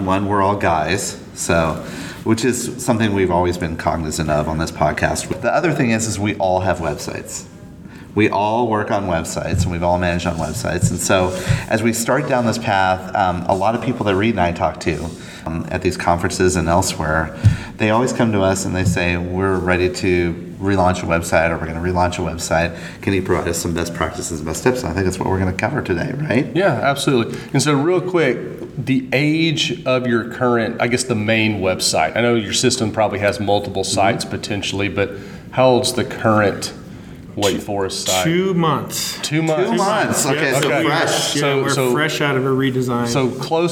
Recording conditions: busy venue